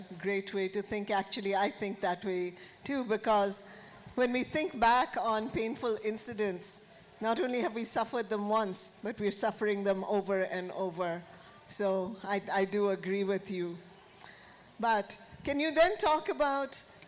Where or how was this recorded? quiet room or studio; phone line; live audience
live audience